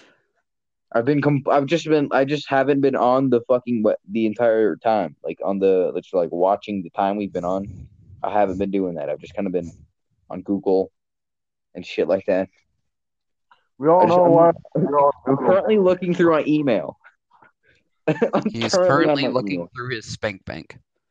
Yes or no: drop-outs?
yes